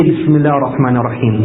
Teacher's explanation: You write ar-Rahman, alif lam, then the ra, the ha, the mim, and the noon. But when you pronounce it, you pronounce it with an alif between the mim and the noon. Whereas when you look at the Mus'haf itself and you look at the Quran, it's actually not mentioned over there.